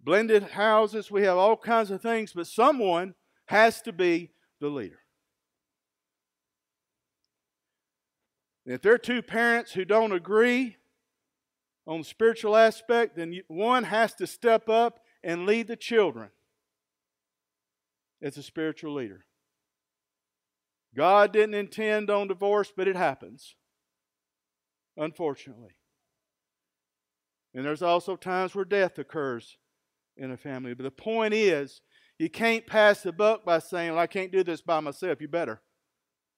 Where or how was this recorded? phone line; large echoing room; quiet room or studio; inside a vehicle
large echoing room